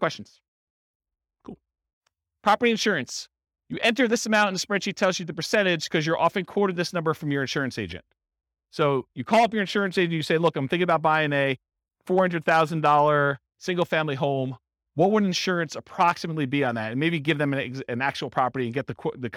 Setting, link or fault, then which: setting, live audience